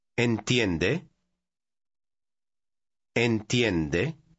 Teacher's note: Pay attention to the rising intonation at the end when you ask a question.